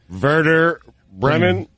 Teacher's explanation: it's German soccer, so the W is a V sound